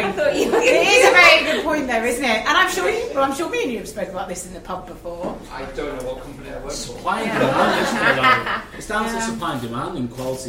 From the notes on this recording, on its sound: were joined by a diverse leadership panel and a live audience